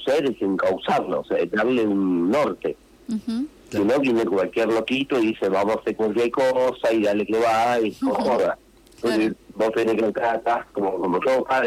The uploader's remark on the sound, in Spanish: Vía entrevista telefónica